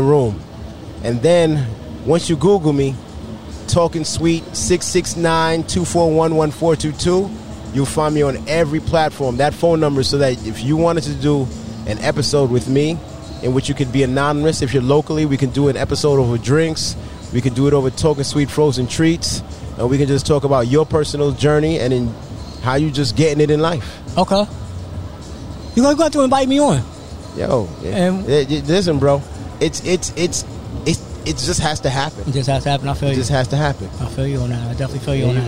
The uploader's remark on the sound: This episode was recorded outside